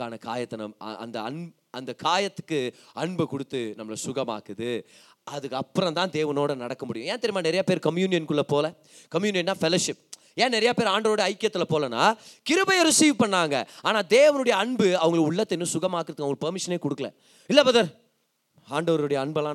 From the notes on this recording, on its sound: Singles Meet-Oct 2022. Preached in the special singles meet "YACHID ZONE" in our church.